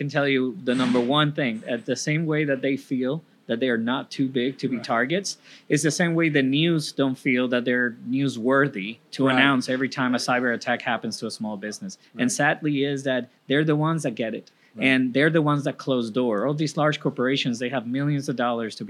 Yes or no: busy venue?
yes